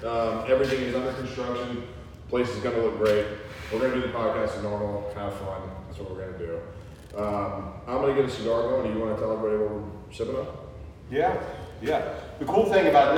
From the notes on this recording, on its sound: Please mind the open air echo